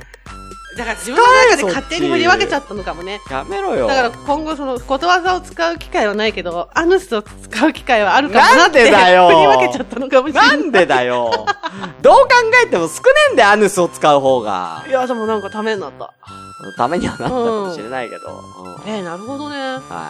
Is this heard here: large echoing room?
no